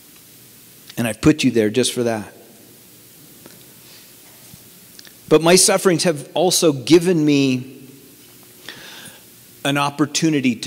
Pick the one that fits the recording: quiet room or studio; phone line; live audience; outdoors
live audience